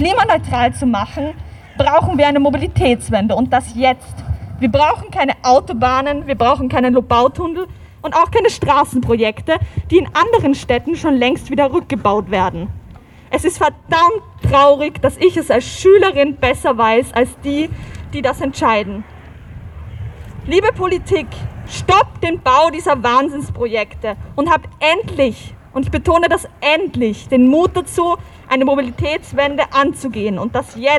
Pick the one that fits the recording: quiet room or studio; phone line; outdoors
outdoors